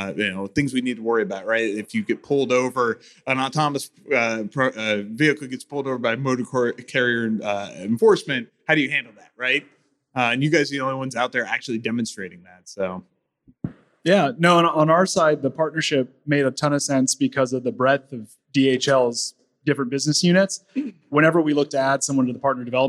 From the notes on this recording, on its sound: fireside chat on day 2 of F3